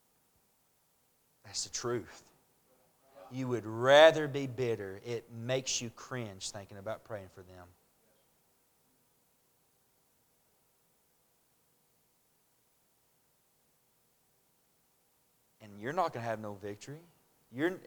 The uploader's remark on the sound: A message preached at Crossroads Baptist Church